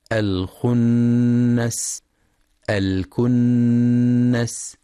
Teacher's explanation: وينتبه لغنة النون المشددة في كلمتي الخنس الكنس